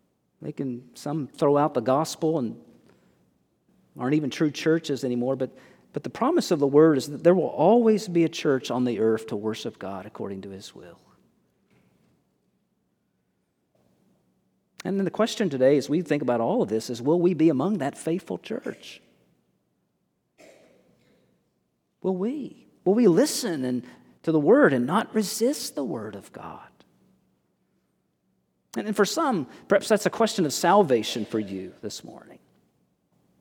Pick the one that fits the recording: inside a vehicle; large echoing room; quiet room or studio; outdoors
large echoing room